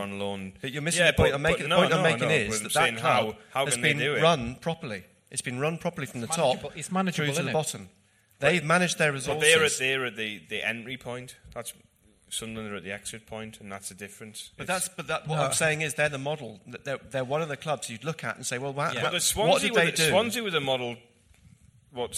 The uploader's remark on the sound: Live in Manchester! The WMS team travelled to Manchester for a special live show during the international break.